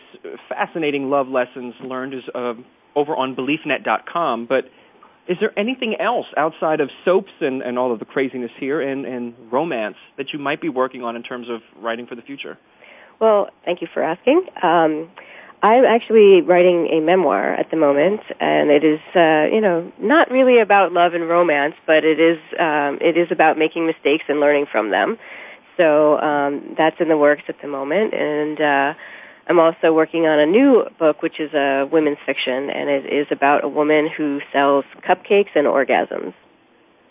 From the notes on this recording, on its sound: It's time again to open the phone lines to you